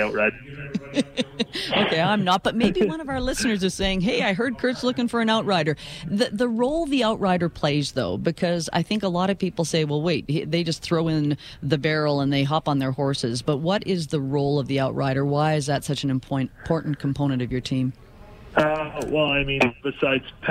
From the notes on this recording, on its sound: We are live on location at the 2018 Calgary Stampede canvas auction!